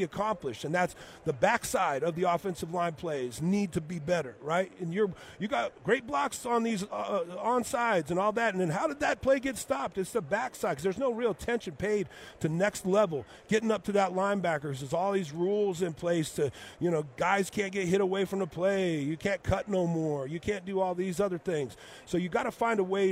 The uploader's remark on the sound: LIVE from Vegas radio row